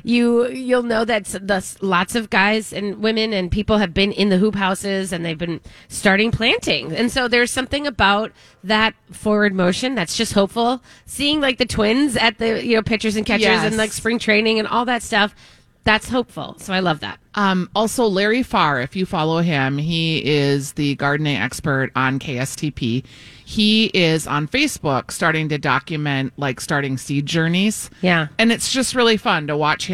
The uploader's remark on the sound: LIVE from the Minneapolis Home + Garden Show